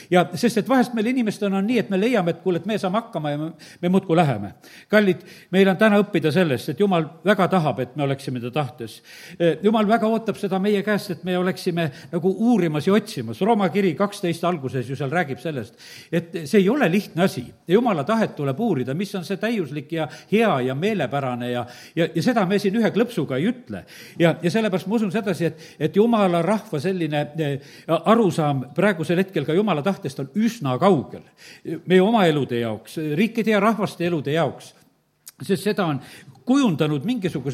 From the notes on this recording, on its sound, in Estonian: Audio salvestus koosolekult